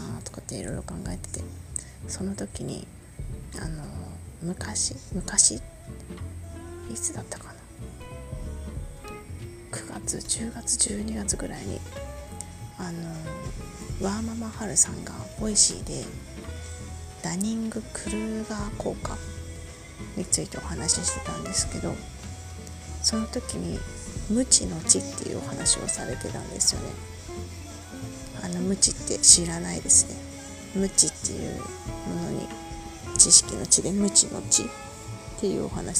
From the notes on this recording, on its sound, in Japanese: 好きなバンドの曲を聞きながら収録していたので、音楽が少し入ってます。